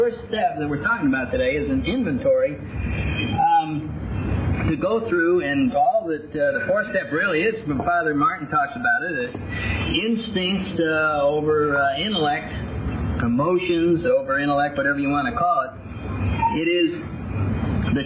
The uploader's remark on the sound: I cleaned this audio up as best I could but there comes a point that removing any more of the background hiss and he starts sounding like a mouse talking. I got the majority out but there is a bit of hiss in this.